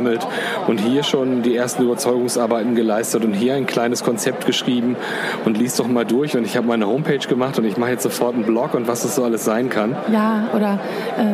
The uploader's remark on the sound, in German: Live aufgezeichnet in der LANXESS-ARENA in Köln in der Pause der Rednernacht. Haben wir uns spontan entschlossen in Köln diese Episode aufzuzeichnen.